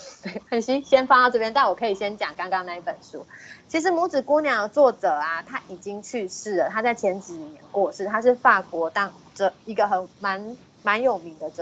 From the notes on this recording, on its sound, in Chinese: 此為線上課程錄音檔